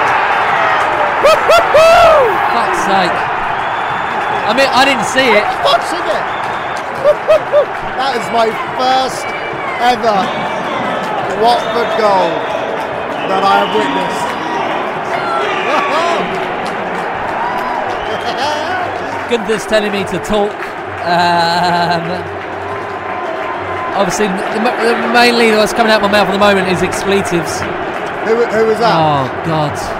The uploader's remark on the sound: Live from Wembley!